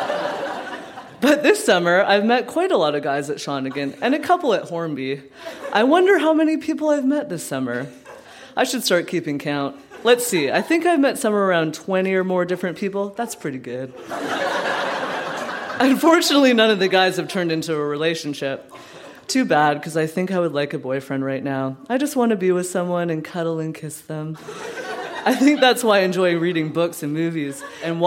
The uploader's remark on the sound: Recorded live at the Victoria Event Centre in Victoria.